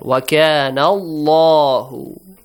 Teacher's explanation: So this one has a fatha right before on noon. So the word Allah is pronounced with a heavy sound.